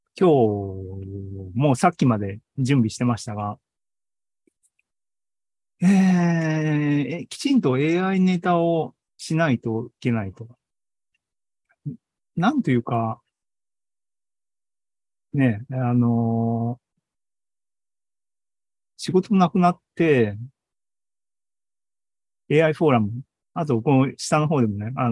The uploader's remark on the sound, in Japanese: ２０２３年７月２９日に開催した ZOOMライブの模様です